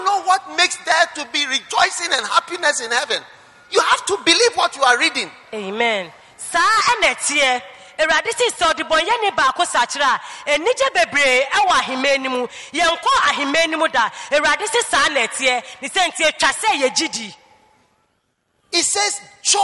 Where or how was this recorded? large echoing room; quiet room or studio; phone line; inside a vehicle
large echoing room